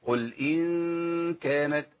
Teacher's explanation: نون مخفاة في الكاف، بعمل شبهة إظهار شوية لكن ما بظهرش النون خالص